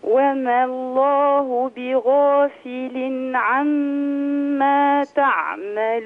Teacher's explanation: الألف تسقط من اللفظ لالتقاء الساكنين